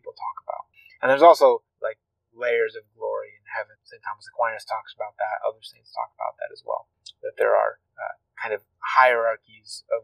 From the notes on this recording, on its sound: I apologize for the wind sounds in this episode. I try to edit them out as much as I can, but sometimes it is unavoidable. This podcast is recorded in a car -- wind is something I have to fight with often while editing, and sometimes the wind wins the fight.